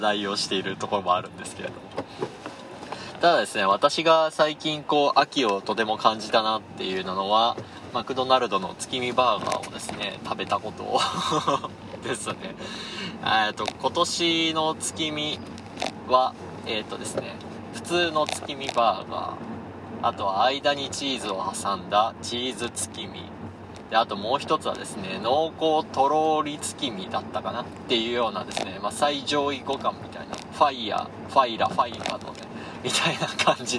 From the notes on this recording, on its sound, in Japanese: クルマの振動がめっちゃ伝わってて聞きづらい部分が多々あります。なるべくカットしたのですが限界でした。ノイズ混じりですみません。